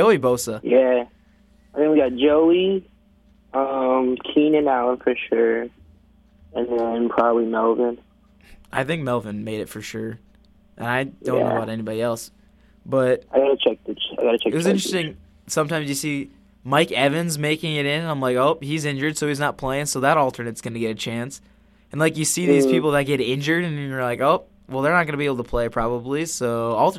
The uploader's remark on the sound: Over the phone. In the studio.